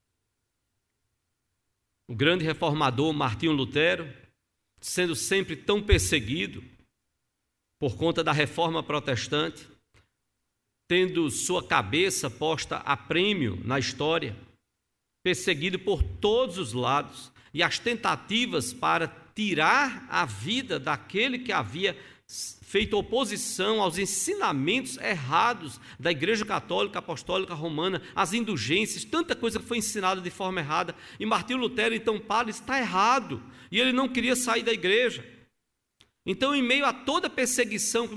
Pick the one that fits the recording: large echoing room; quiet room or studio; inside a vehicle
large echoing room